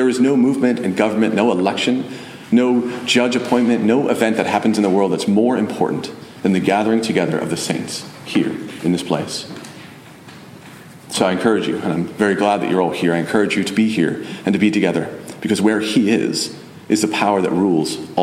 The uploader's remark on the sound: Message delivered Sunday, November 19, 2023 at Mt Carmel Primitive Baptist Church, Bel Air